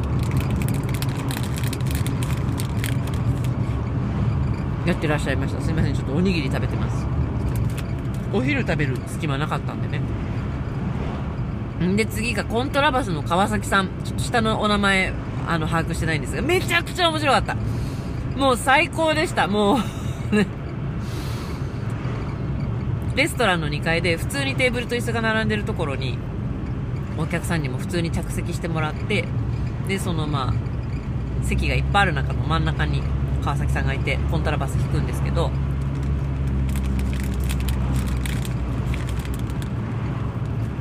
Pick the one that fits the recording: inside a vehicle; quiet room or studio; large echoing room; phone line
inside a vehicle